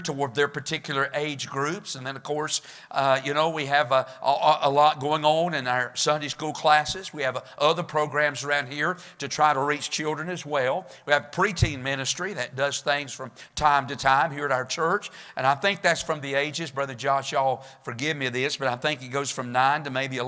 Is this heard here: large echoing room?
yes